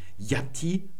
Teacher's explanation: Und das ist dann palatal und das wäre das J. Das J ist ein palataler Reibelaut und stimmhaft ist der. Also es wird stimmhaft ausgesprochen.